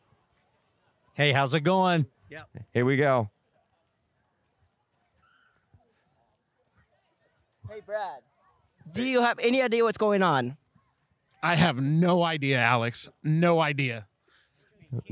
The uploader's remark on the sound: live from Wheat State Camp